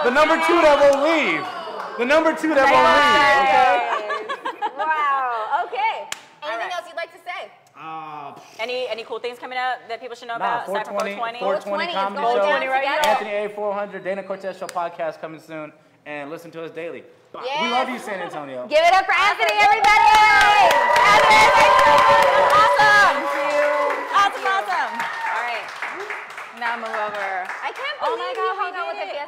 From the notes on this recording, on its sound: With our LIVE audience from Jokesters Pub N Grub.